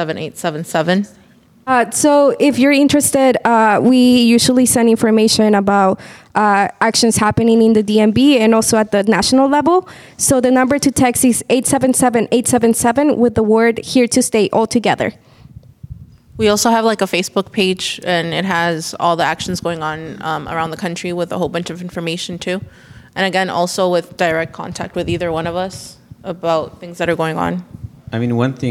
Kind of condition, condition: setting, live audience